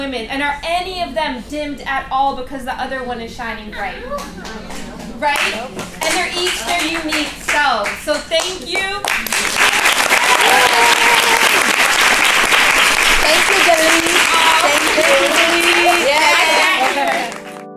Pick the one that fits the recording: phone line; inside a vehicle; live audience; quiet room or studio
live audience